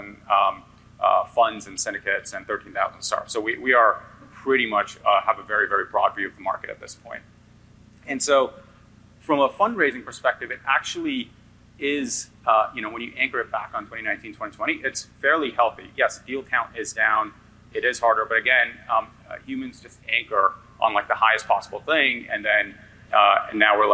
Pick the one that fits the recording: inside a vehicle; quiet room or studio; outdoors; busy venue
busy venue